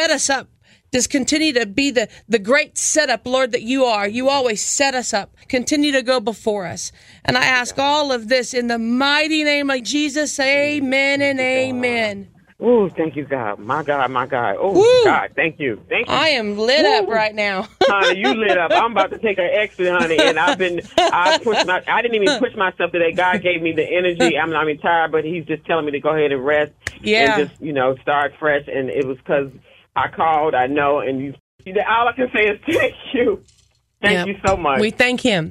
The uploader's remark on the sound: Beautiful Behind The Scenes Phone Call. Listen to a phone call from a truck driver who called.